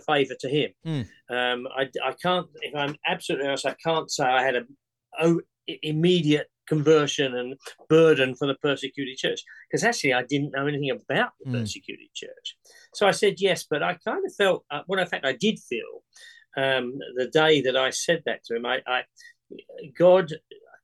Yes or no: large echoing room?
no